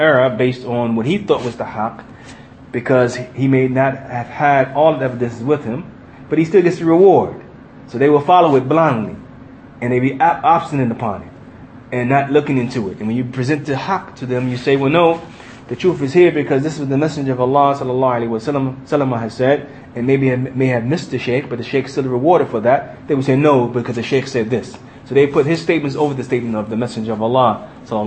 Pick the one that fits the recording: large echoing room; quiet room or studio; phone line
large echoing room